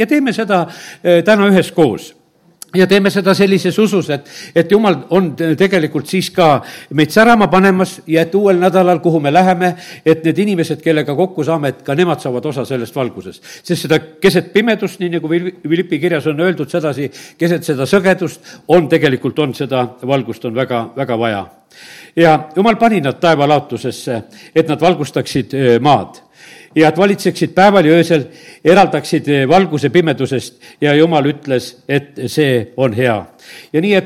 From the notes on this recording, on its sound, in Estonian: Audio salvestus koosolekult